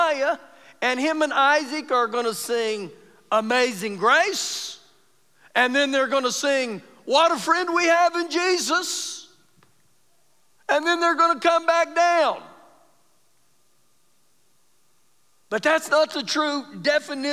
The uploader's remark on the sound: Recorded live during our Wednesday night service